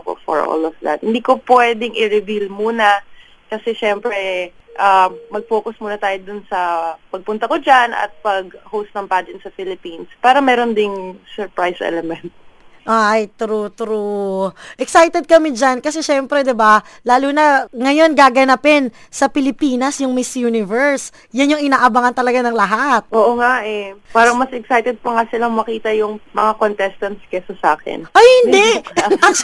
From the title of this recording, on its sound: Phone Interview